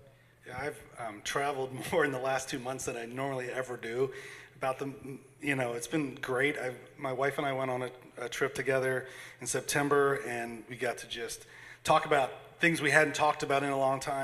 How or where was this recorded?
live audience